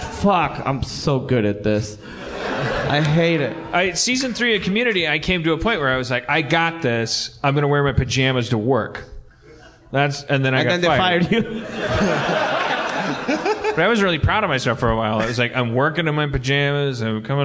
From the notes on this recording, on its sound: LIVE at the Vista with bonus Q&A. LIVE from the Vista theater with a special Q&A.